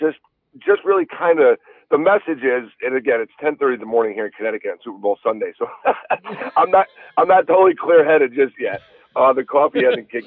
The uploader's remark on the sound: Called in from location. He's on the ice and trying to catch dinner.